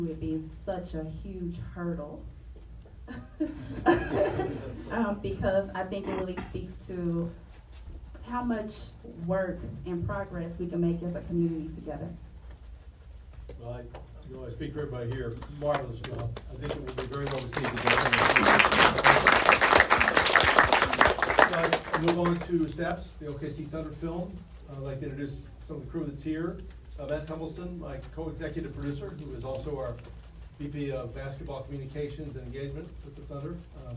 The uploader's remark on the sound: Live Q&A for the media screening.